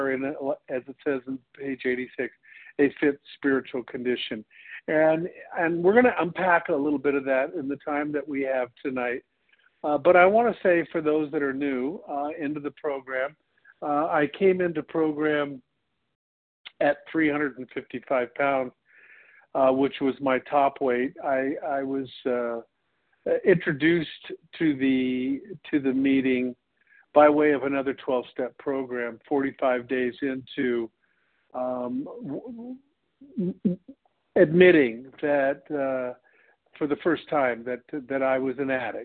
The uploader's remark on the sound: 100 Pounders Phone Meeting